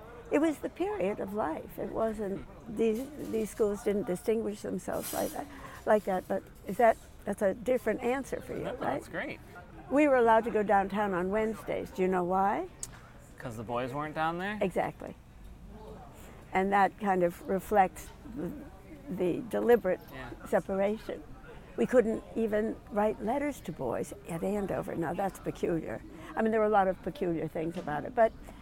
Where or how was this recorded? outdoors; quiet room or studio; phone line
outdoors